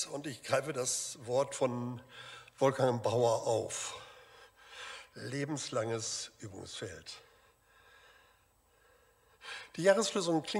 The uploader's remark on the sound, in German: Aufzeichnung der Predigt des Gottesdienstes